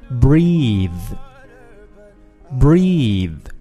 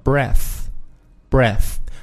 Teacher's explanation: 在结尾的这个 th 上面，你的牙啊这个舌头呢必须要放到上牙齿跟下牙齿的中间